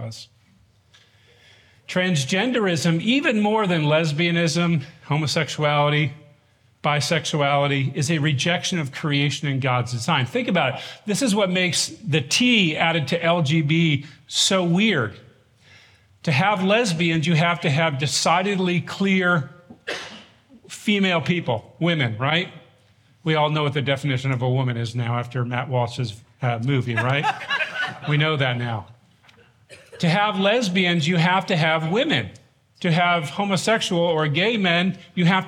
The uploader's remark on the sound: This workshop from the Shepherds 360 Conference in 2023.